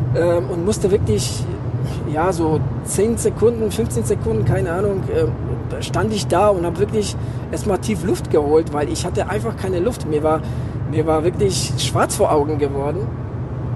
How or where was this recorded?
inside a vehicle